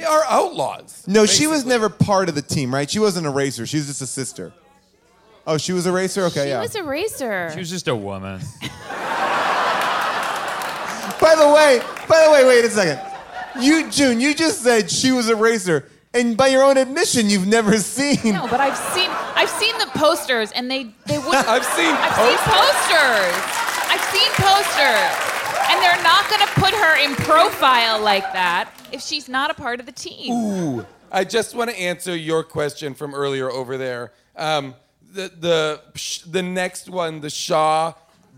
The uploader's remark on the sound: Recorded LIVE from Largo in Los Angeles. We learn about Fast & Furious fan fiction during audience Q&As!